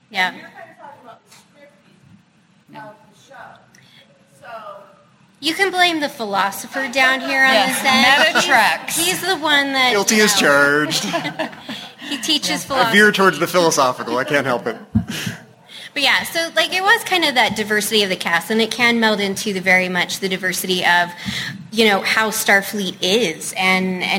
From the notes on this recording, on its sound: In a discussion panel at the Salt Lake City FanX Fall 2019 event. This is a direct recording from the event and the show starts right at the introduction of the panel.